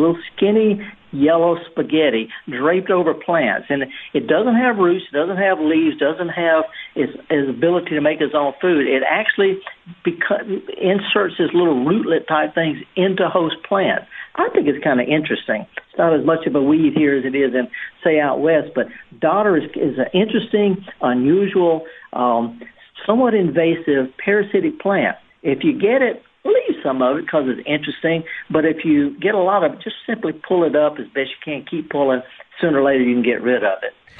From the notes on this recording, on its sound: takes your live calls